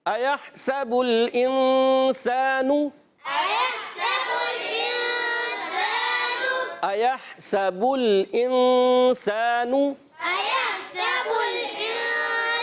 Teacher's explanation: ہا کو کلیئر کریں گے حلق کے درمیان والے حصے سے